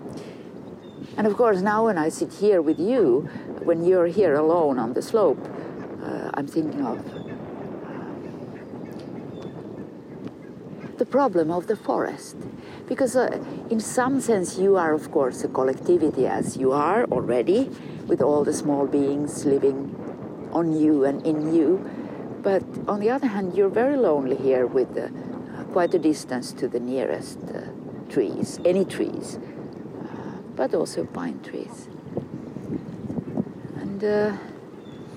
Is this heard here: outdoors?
yes